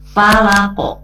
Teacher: Nah, untuk huruf qaf dan to, hati-hati, bukan ke atau te, ya, tapi karena dia huruf isti'la, dibacanya tebal, maka pada saat dikolkolakan, ya, menjadi ko to